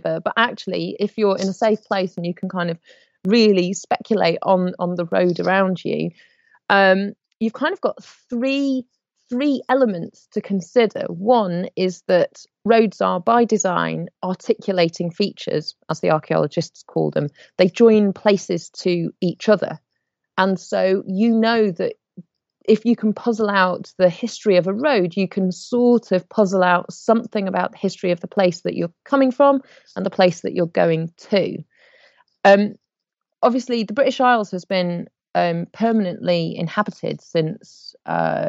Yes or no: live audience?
no